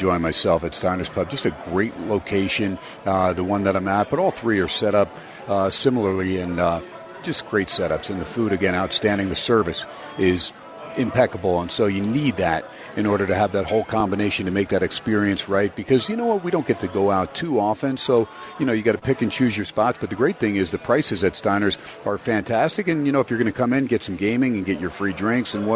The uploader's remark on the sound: "Live" from #SteinersPub #LasVegas. As heard on 101.5 FM K-DAWN & streamed across the #worldwide #Audacy App!